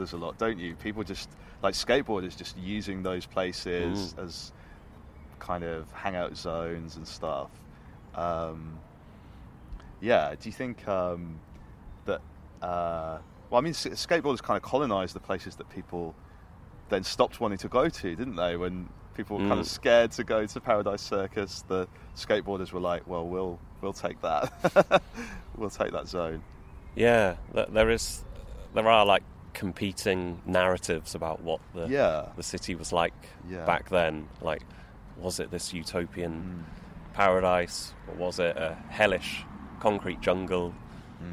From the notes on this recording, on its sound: We recorded in a park. It was in Kings Heath Park, south Birmingham - famous as the location of the BBC Gardener's World garden.